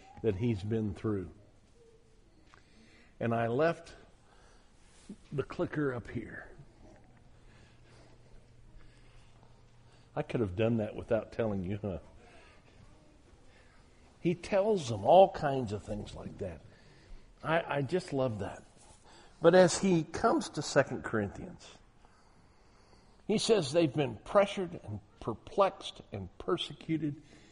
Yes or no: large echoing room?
yes